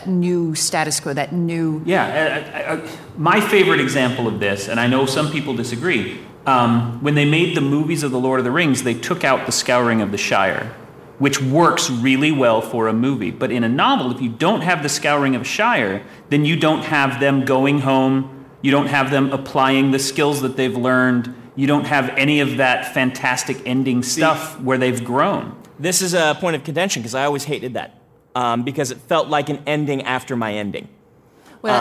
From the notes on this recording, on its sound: Recorded before a live audience of Out Of Excuses Workshop & Retreat attendees. This episode was engineered aboard The Independence of the Seas.